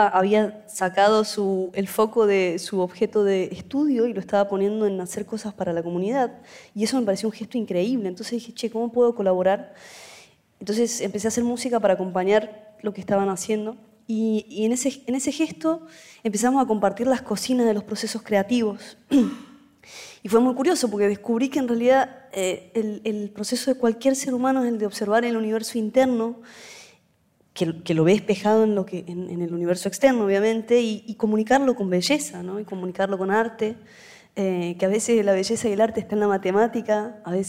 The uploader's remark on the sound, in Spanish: Este es un episodio especial de Aprender de Grandes que grabamos con audiencia en vivo en el auditorio del Centro Cultural de la Ciencia en Buenos Aires.